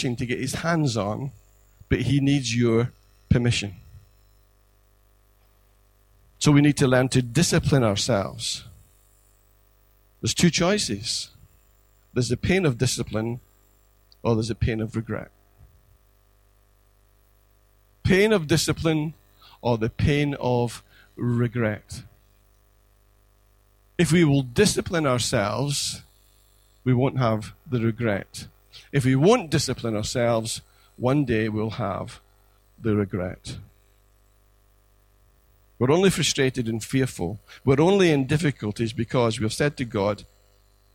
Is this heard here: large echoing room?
yes